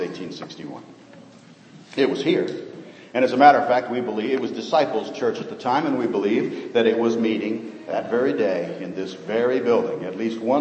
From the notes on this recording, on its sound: Sermon preached on Old Fashioned Sunday, 2012.